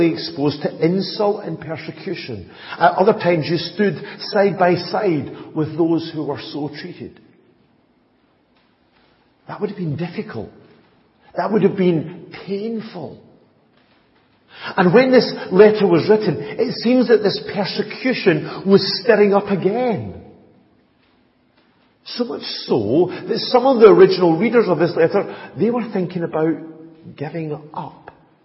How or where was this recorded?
large echoing room